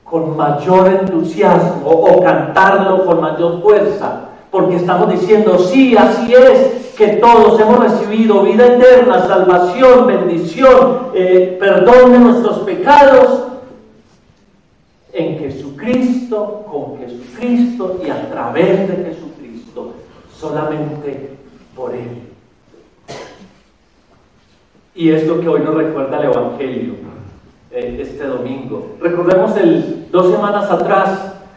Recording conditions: large echoing room